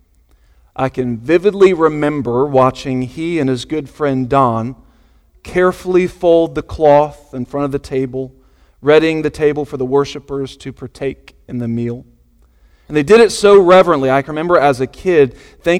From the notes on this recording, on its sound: Sunday Morning Sermon Audio